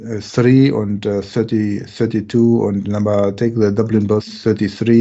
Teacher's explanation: als ich meine Ausbildung in Irland gemacht habe zum Beispiel, dann haben die auch nicht immer das TH verwendet